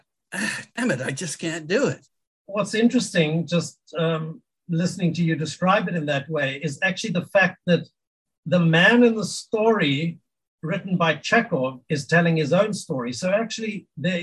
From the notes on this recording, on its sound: We met via Zoom